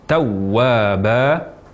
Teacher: huruf waw ketika bertasdid tidak perlu ditahan dengan waktu yang lama · Term: waw bertasdid